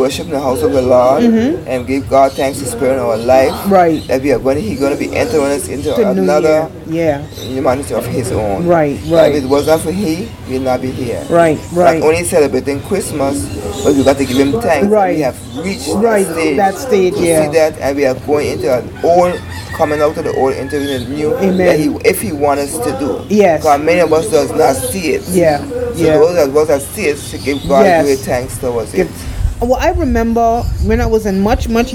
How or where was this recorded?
outdoors